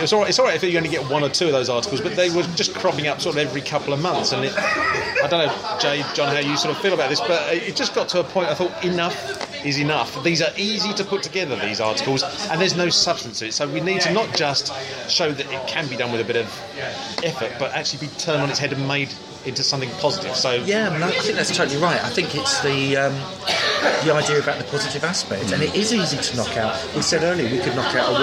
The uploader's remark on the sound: Having found a pub that would accommodate us four unashamed kit nerds, it wasn't long before a podcast was recorded.